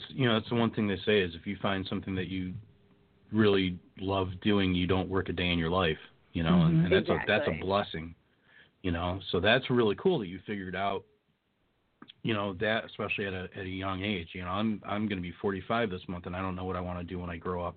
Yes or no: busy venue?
no